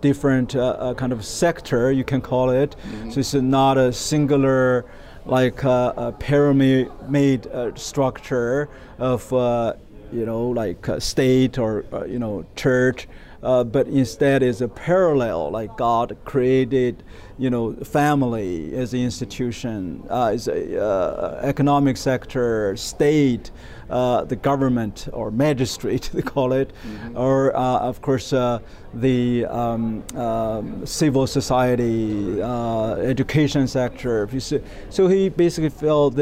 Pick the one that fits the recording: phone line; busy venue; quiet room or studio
busy venue